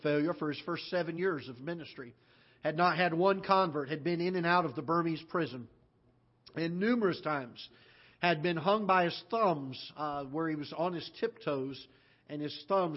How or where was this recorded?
large echoing room